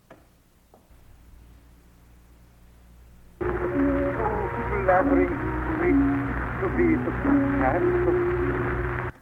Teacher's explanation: he ignores the need to syncopate the word flattering, F-L-A-T-T-E-R-I-N-G. He says flattering in 3 syllables. It should be reduced through syncopation to flat-ring, flat-tring.